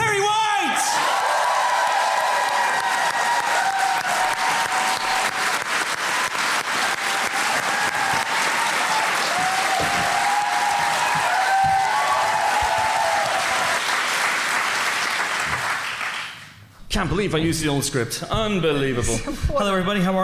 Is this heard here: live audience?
yes